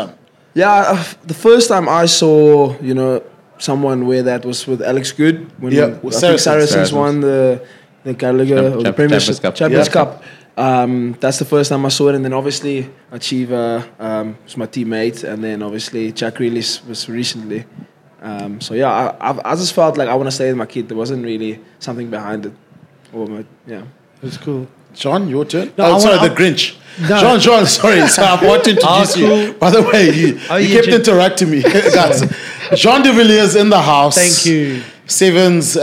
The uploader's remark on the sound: We're back live from the Cape Town 7s.